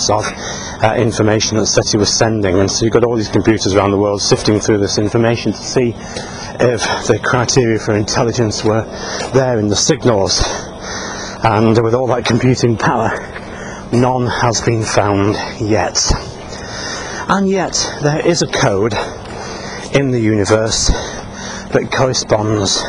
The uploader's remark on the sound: While out walking his dog, Fraser.